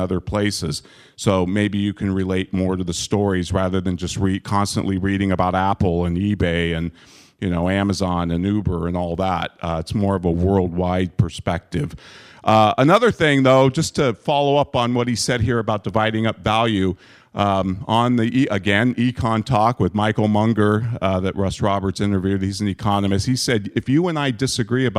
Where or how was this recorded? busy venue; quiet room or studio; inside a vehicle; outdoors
busy venue